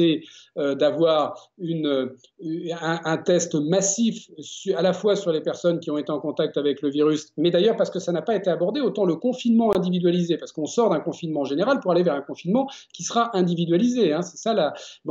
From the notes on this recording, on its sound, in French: En étant confiné chez lui et en recevant ses invités par Skype.